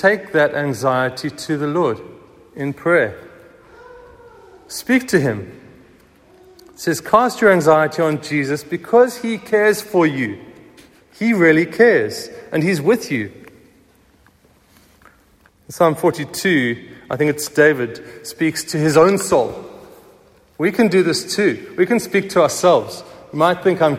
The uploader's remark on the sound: Recorded at the 9:30am service on Sunday 16th April 2023